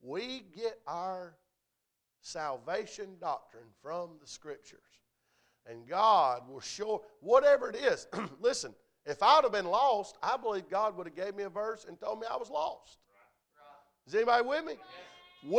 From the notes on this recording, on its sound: A message preached at Crossroads Christian Academy's Chapel Revival